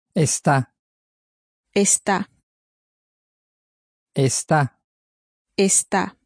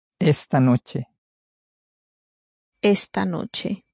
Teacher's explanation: And the emphasis is really very much on the está at the end. · Shown in: first take